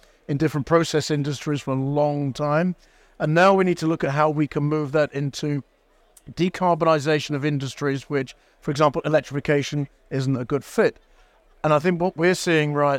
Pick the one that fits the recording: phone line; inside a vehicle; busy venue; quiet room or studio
busy venue